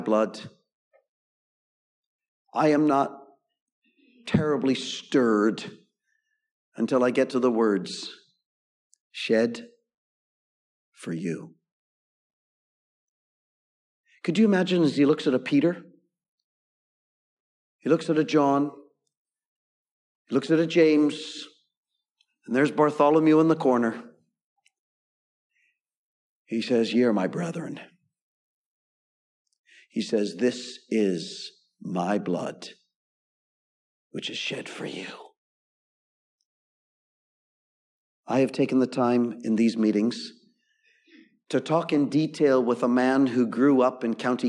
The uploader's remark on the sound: Gospel Audio Recording from Ballyclare Gospel Hall.